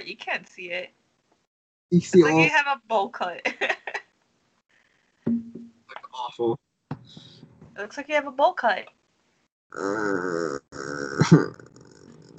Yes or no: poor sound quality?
yes